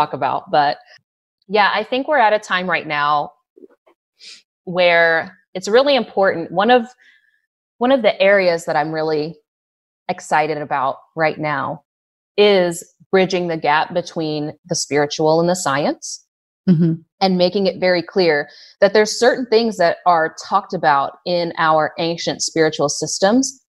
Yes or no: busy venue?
no